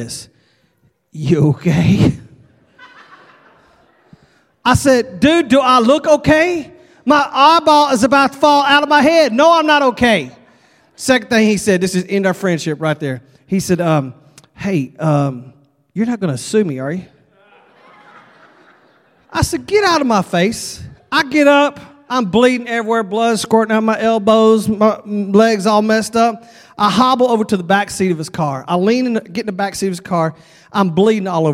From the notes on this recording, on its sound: at Broadway Baptist Church, Lexington, Kentucky